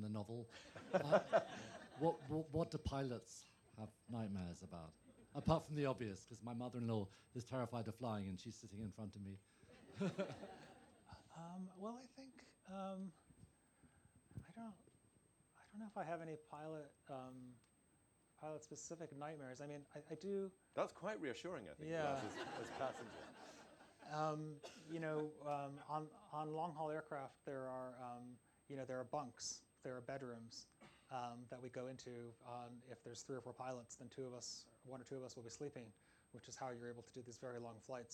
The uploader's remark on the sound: In the final talk of the 2022 North Cornwall BooK Festival